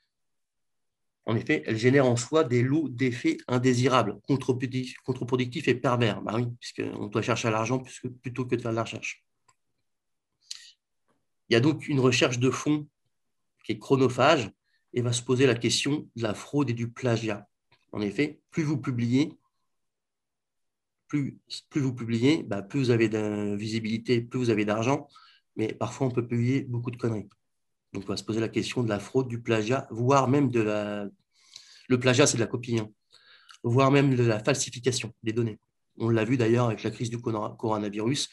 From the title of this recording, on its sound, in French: Conférence en ligne